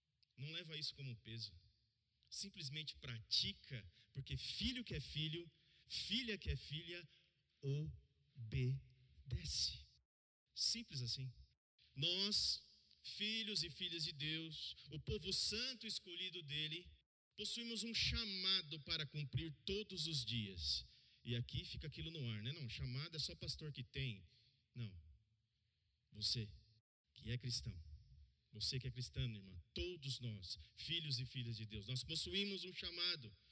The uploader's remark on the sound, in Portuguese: no culto de domingo, e transmitido ao vivo pelo canal do Youtube